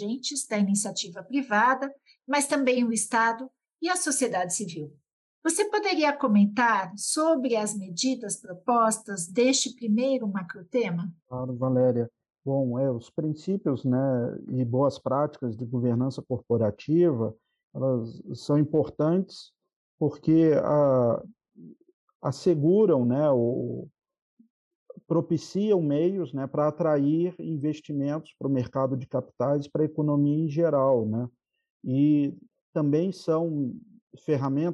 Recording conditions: video call